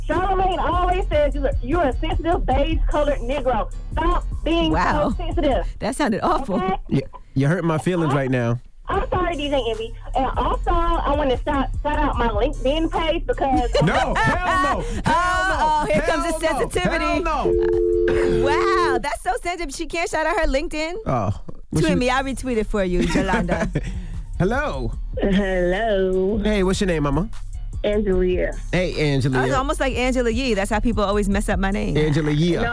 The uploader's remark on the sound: we opened up the phone lines to for the listeners